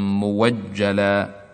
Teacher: فلفظ مؤجلا الهمزة مفتوحة بعد ضم وواقع فاء للفعل، فيبدلها ورش إلى واو محضة، فيقرأ كتابا موجلا.